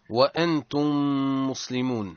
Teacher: وأنتم ميم ساكنة في آخر الكلمة من لفظ، وأنتم ميم متحركة في لفظ مسلمون في أول الكلمة التي تليها، ونجد أن الميم الأولى هي معراة من السكون، أي مجردة ليس فوقها سكون، ما عندها سكون. والميم الثانية هي مشددة معنى مضاعفة · Term: إدغام الميم في مثلتها